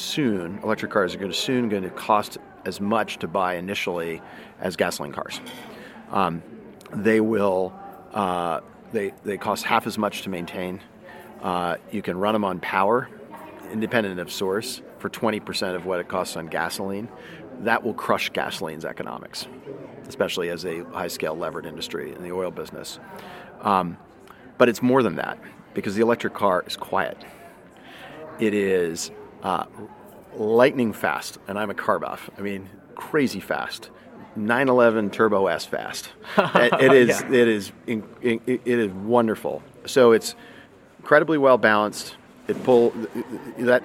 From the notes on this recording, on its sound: In this episode, we are live at Advanced Energy Economy's first annual Eastern Regional energy policy conference -- Advanced Energy Now | East. Recorded at the Greater Richmond Convention Center in Richmond, Virginia and sponsored by Advanced Energy Economy.